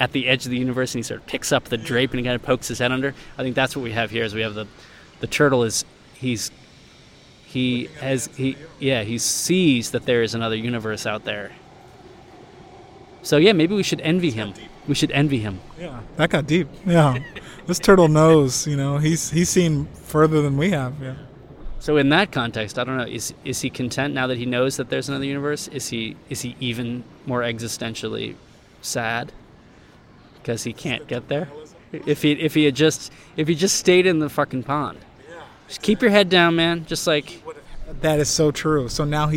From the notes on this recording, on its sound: Recorded during two meetings at Benchasiri Park in Bangkok